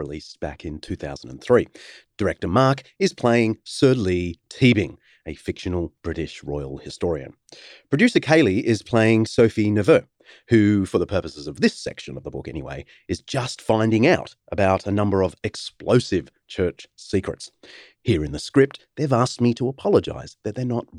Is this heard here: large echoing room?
no